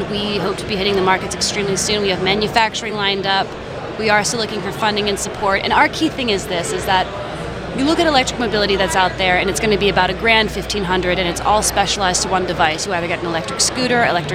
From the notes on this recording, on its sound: TechCrunch Disrupt NY. 3Pillar was a sponsor of this year's conference, so we had a prime location on the showroom floor.